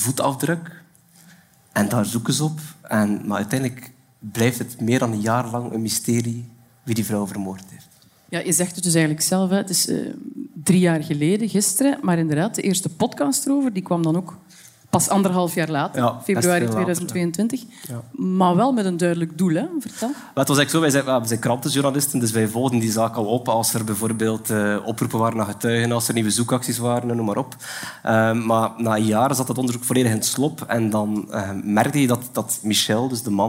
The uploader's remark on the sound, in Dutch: LIVE vanop het Podcastfestival